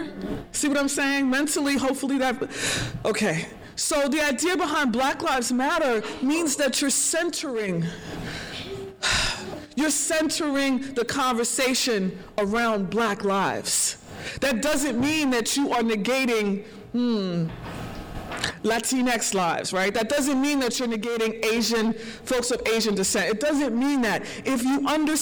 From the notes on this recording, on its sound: As part of the Holyoke Black Lives Matter at School event. This is the recording of her keynote, that brought a warming feeling to all the public in attendance during that cold morning at El Mercado, in South Holyoke.